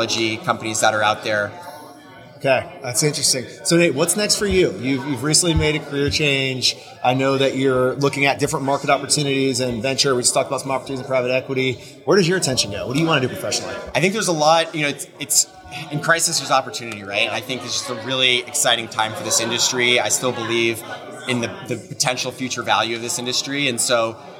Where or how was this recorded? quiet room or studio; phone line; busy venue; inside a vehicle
busy venue